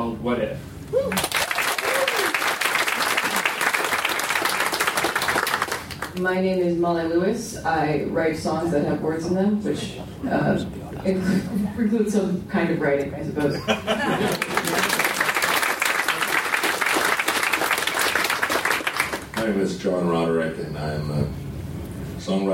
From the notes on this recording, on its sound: Recorded aboard the Freedom of the Seas Royal Caribbean ship for JoCo Cruise Crazy 3. Volunteered to record this panel.